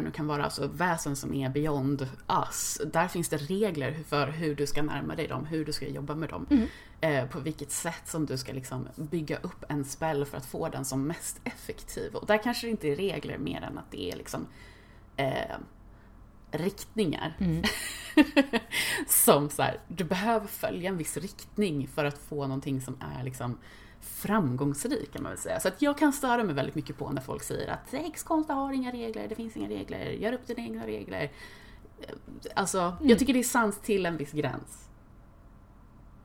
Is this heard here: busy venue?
no